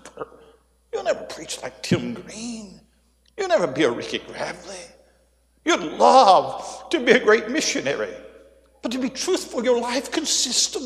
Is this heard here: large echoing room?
yes